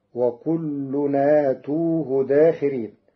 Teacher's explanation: قرأ ورش كلمة أتوه بمد الهمز وضم التاء، وقد صارت الهمزة في باب البدل فيكون فيها التثليث فتصير وكلنا أتوه داخرين، على أن آتي اسم فاعل والواو علامة الرفع وحذفت نونه للإضافة، وهم من فزع يومئذ.